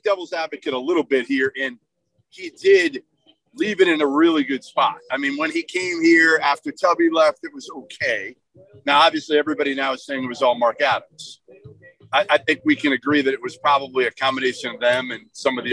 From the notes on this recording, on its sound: Camps Out With Angry Texas Tech Fans. Is LIVE from Lubbock, Texas ahead of one of the biggest games of the season!